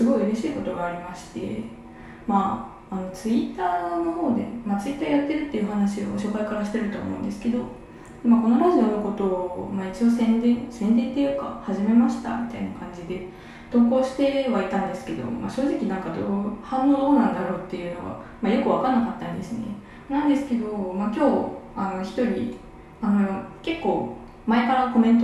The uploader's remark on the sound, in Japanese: 今日はお風呂で収録してみました